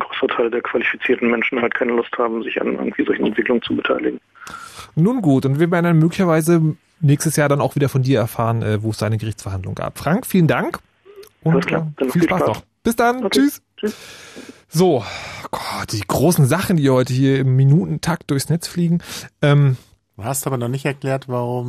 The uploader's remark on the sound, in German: Im Studio und anderen CCClern am Telefon.